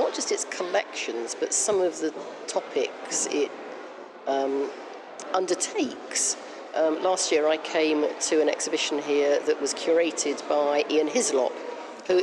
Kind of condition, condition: fault, background noise